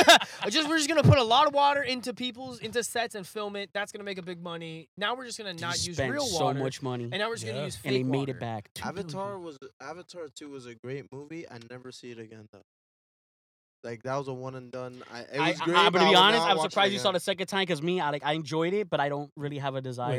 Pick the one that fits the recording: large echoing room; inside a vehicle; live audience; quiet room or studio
inside a vehicle